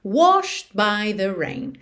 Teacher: É, ele tá escrito aqui nessa forma de passado ou participio, washed, com ED no final, mas o E não é pronunciado. O D pode aparecer mais, menos ou nada. Nesse caso, não aparece nada